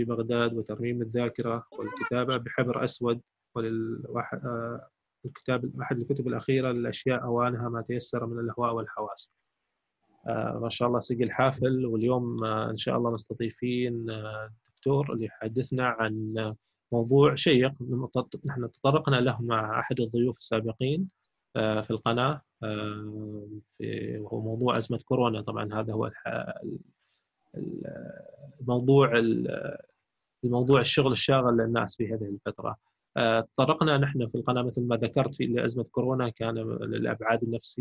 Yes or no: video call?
yes